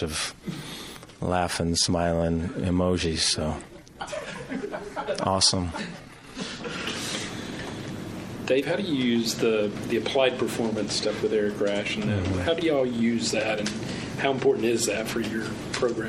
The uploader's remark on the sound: Press Conference